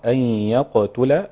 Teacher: عندي هنا الغنة مرققة لأن الياء مرققة، أن يقتل، القلقلة بسيطة لأنها في وسط الكلام، يقتل.